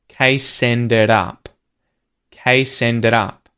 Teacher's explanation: So we've got linking between the words case and ended, ended and up, case ended up, T-flap there at the end of the word ended. The D turns into a T-flap because it's got vowels either side of it.